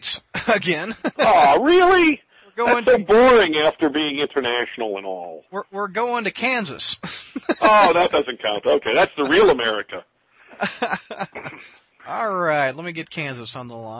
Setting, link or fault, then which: link, phone line